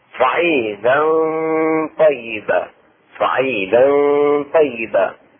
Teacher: إخفاء التنوين وهي فتحتين مع الطاء مع الغنة